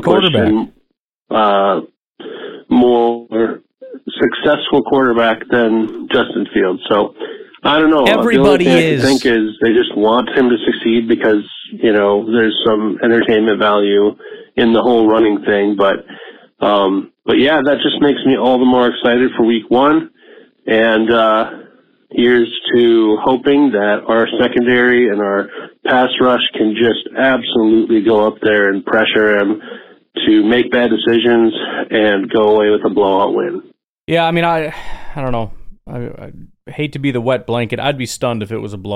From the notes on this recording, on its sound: The ultimate call-in show for all Green Bay Packers enthusiasts! Insightful calls from the Packernet community.